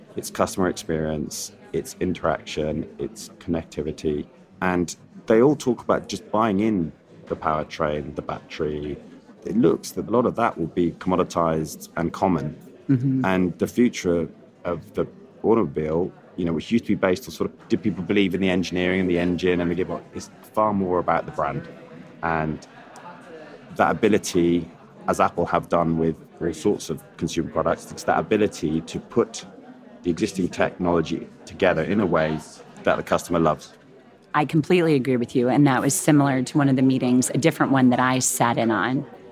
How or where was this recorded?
busy venue